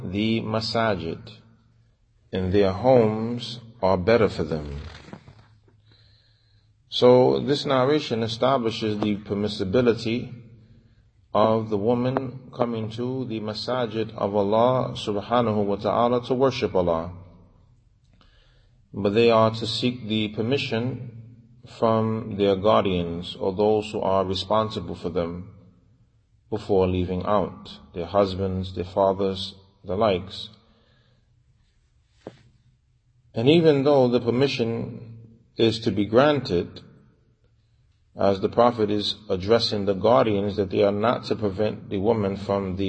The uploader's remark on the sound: Lecture given at Masjid Nur Allah, Queens, NY